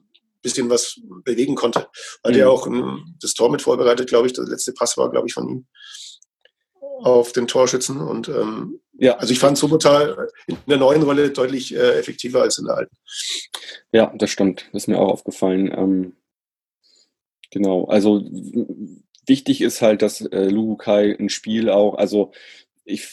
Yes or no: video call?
yes